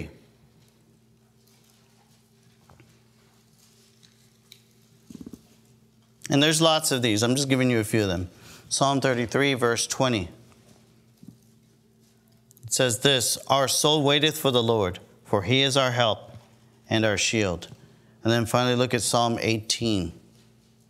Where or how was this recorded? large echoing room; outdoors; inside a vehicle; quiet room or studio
large echoing room